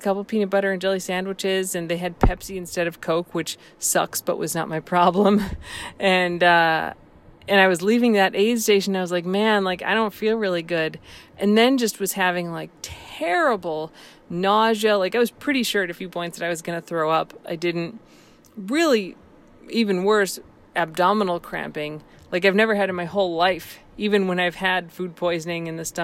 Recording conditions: inside a vehicle